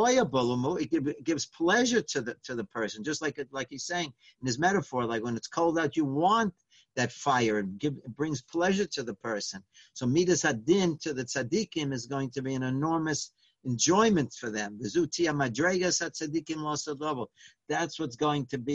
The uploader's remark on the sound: Live On Zoom